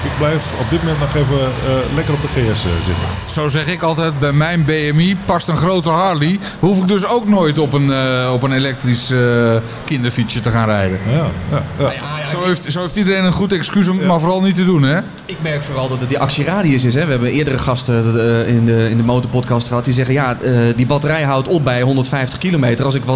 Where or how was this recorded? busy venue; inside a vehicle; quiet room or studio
busy venue